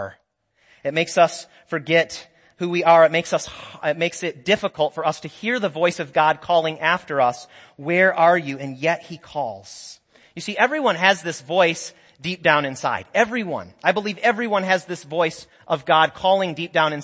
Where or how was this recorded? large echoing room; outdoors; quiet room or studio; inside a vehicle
large echoing room